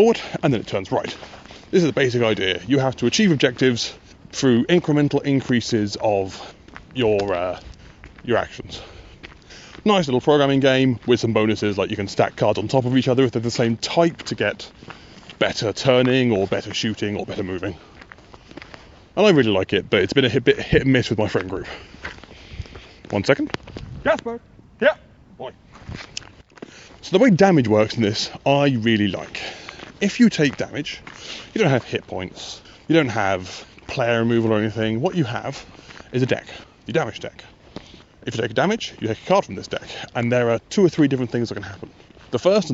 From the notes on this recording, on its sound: While walking Gaspode around the common in the dark.